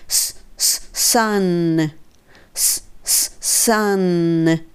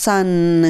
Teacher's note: 最後の n っていうところは l と同じで前の上の歯の裏にベロが当たって音が止まるっていう感じですね